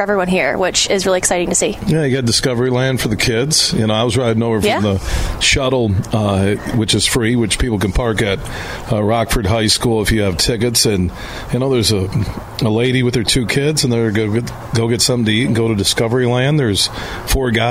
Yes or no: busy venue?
yes